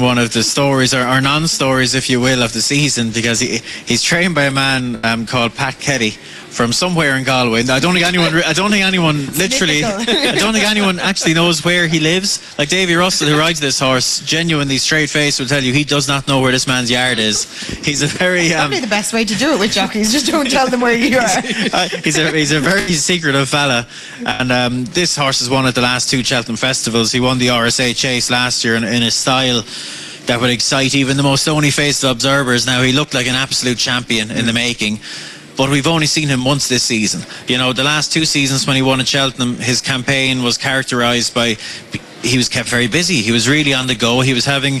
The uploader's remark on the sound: Originally broadcast live from Connolly's Redmills, Kilkenny, on Thursday 7 March 2019.